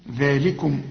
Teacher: طبعا الذال في نهايتها او بعدها ألف اهو عشان تقول ذلكم، واللام أرجوك تاخد بالك انها مرققة ومكسورة